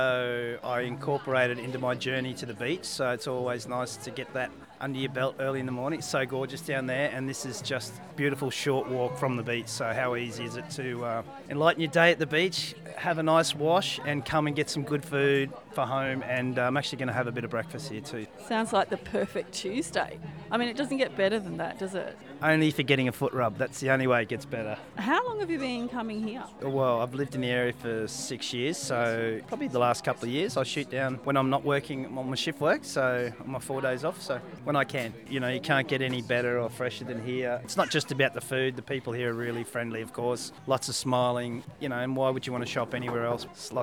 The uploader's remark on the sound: Wander through the farmers markets of the Shire recording our communities love for these iconic gathering spots. Byron Farmers Market.